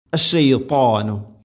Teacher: ത ഉച്ചരിക്കുമ്പോൾ നാവിൻ്റെ മധ്യഭാഗം അണ്ണാക്കിലേക്ക് ചേർന്ന് നിൽക്കണം. ഇത്തുബാഖ എന്ന സിഫത്ത് അത് ശ്രദ്ധിക്കണം.